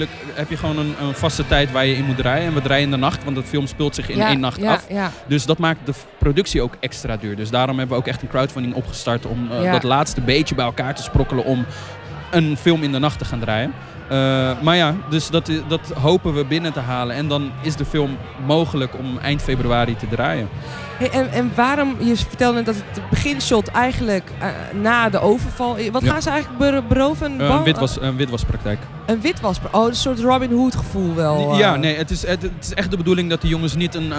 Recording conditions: busy venue